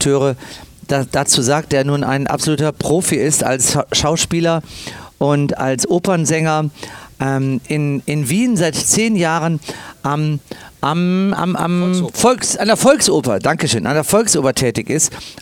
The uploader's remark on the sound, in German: live am Strand im ROBINSON Soma Bay